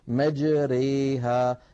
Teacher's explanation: أما الكبرى فهي تكون بين الألف والياء تماما، يعني خلط الألف بصوت الياء خلطا تاما 50% 50%. · هي النطق بالألف الممالة بين الألف والياء الصحيحتين، وتكون في رواية حفص في كلمة واحدة، هي قوله تعالى في سورة هود الآية 41: مجريها. · Term: الإمالة